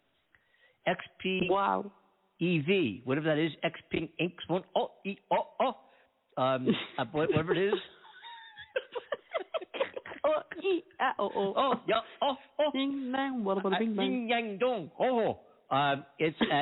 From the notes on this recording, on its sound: In this episode, we decided to call back a phone scammer claiming to be Publisher's Clearing House Dash For Cash.